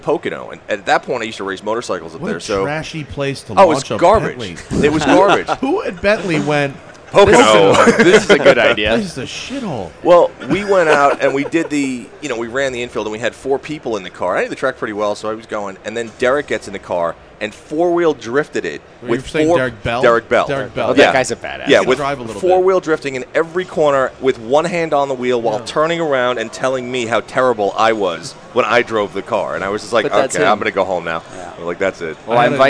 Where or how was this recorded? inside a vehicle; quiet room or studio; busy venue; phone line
busy venue